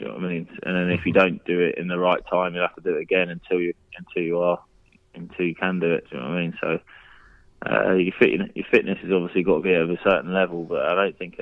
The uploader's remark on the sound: Joining us on the phone is QPR centre half.